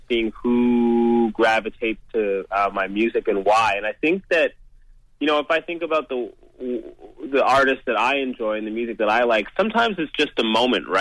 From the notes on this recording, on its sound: called into our weekly radio show in London